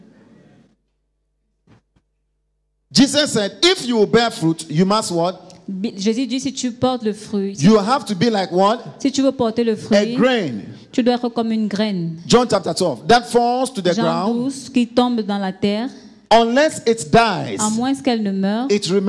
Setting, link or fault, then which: setting, live audience